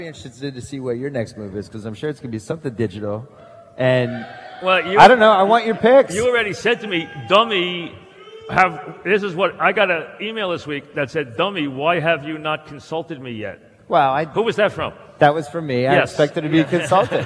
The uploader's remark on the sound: Live at the Tilles Center